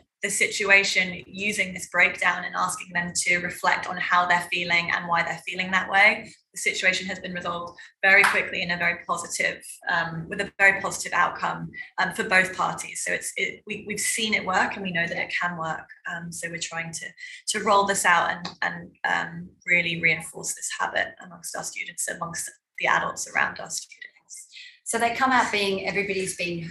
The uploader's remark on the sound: The following podcast is the extracted audio from our recent DBIS Wellbeing webinar for Year 7 Parents. Discovery Bay International School.